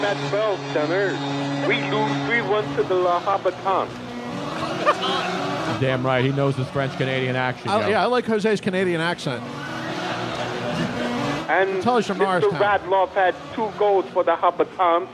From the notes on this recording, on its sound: LIVE from the Jughandle Inn in Cinnaminson NJ